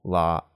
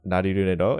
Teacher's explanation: I just do a tap instead of like a holding. · Shown in: second take